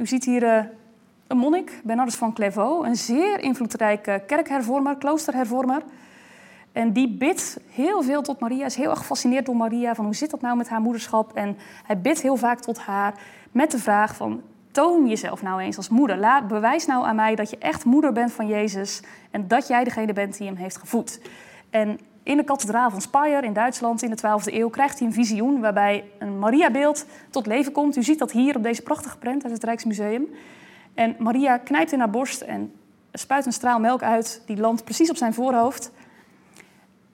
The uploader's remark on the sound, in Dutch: Deze opname is een opname van de lezing die op 29 september 2020 is gegeven in Museum Catharijneconvent.